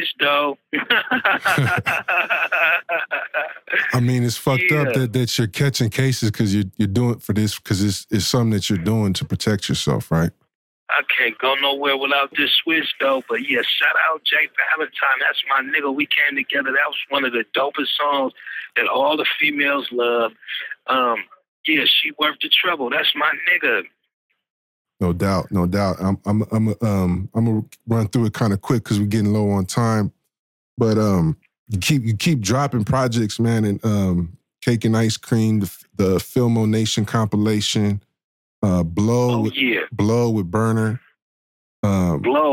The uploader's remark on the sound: Exclusive interview via phone from jail.